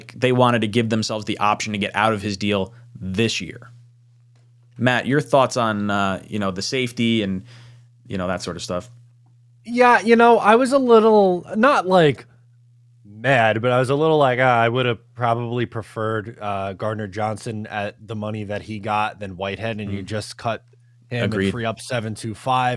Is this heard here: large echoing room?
no